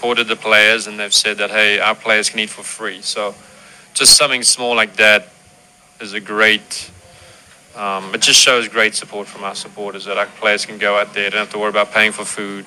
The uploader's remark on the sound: Live from Ivy Park Sports Bar and Grill